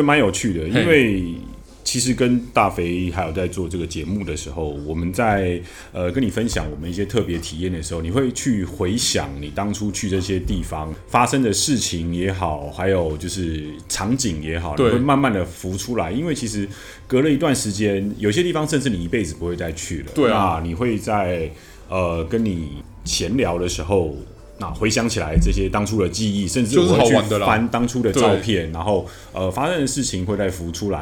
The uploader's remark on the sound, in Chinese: 錄音地點：Kafemera - 卡菲米朗坊